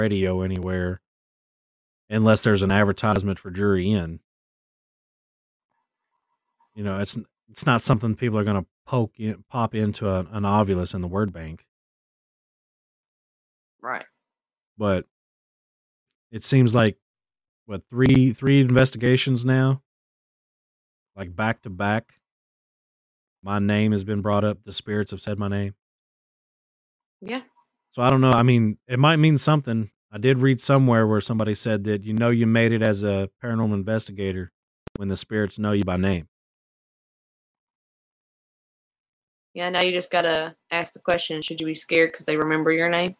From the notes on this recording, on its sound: We realize that the audio in this episode is glitchy and are working to resolve the issue in future episodes.